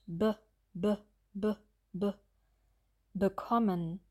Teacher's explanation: Die Zunge ist hier überhaupt nicht angespannt bei dem Schwalaut. Sie liegt faul im Mund.